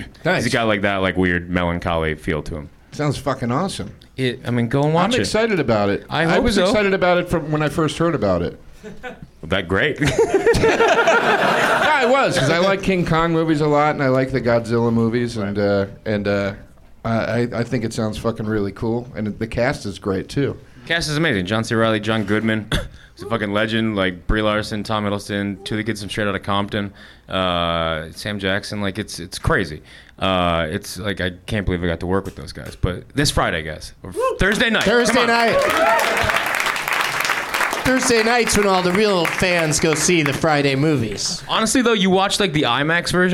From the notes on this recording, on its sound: Live from the NerdMelt Showroom in LA